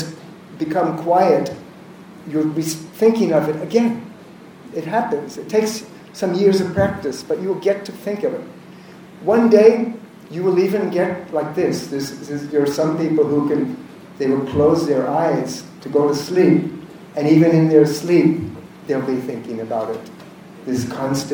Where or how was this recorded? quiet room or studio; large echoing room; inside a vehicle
large echoing room